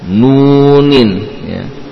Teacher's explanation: Jadi gunnah hanya pada nun yang berdhammah, adapun wawu tidak.